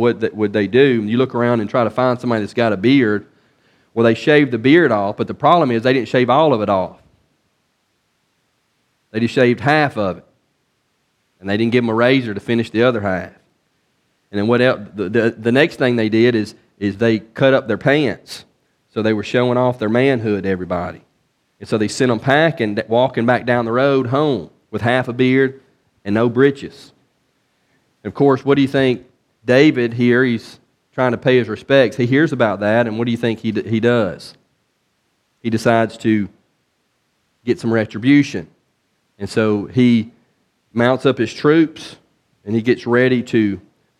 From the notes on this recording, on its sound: from the pulpit of Beaver Baptist in Brighton, Tn.